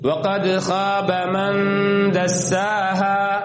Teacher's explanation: நூனை என்ன செய்யணும் மறைத்து உன்னாவுடன் ஓத வேண்டும்.